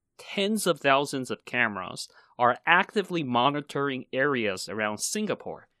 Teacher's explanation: And why did I stress these two words?Because I want listeners to get the impression that there are so many cameras and they're watching your every single movement, so there's no escape. So I stress tens of thousands and actively to give listeners this impression.